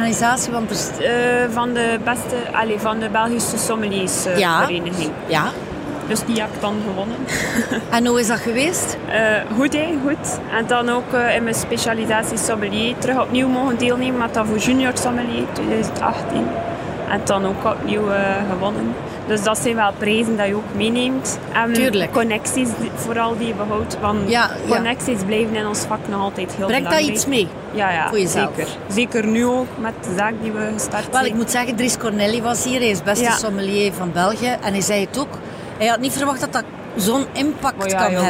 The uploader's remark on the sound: Horeca Expo Live